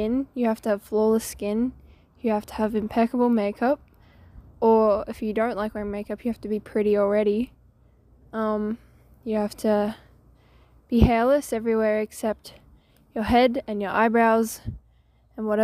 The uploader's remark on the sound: Sorry about the wind I had to improvise.